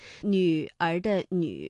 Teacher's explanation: 双唇呢是要搓成圆形的，略向前凸 · Term: 迂